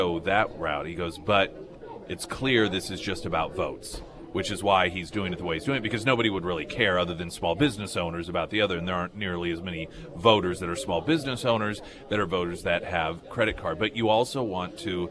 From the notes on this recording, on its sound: live at Scramblers Diner.